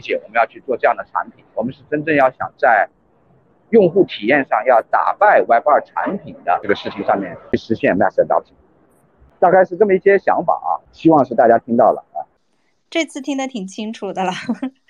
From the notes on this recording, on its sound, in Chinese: 本期原 Twitter Space录音 1小时30分，通过剪辑保留 35分钟精华版